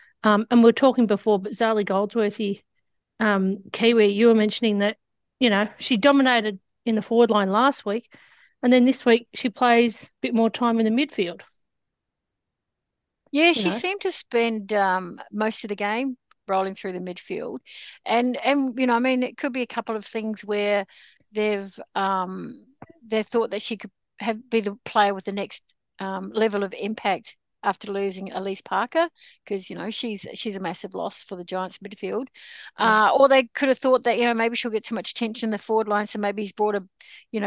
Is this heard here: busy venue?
no